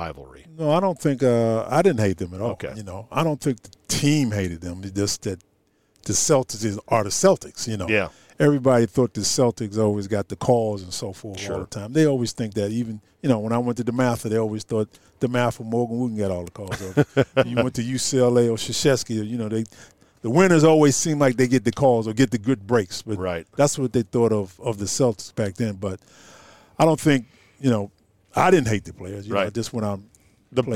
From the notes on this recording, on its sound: outside the Palm in Tysons Corner